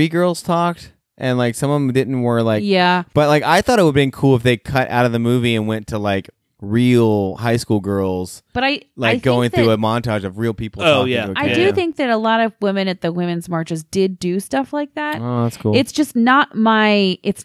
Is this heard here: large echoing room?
no